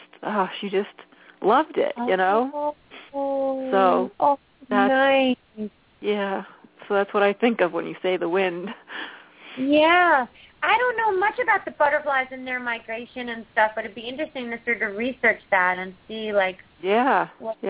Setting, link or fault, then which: link, phone line